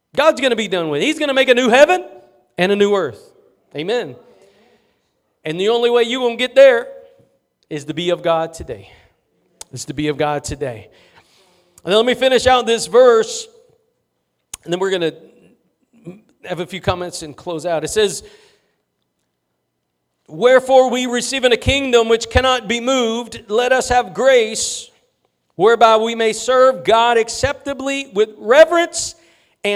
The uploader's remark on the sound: Preached at Gospel Lighthouse in Bossier City, La.